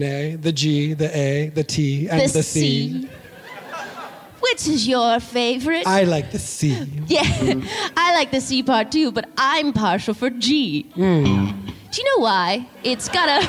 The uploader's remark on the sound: LIVE from SF Sketchfest. The following was recorded LIVE at SF Sketchfest in February of 2024 at the Great Star Theater!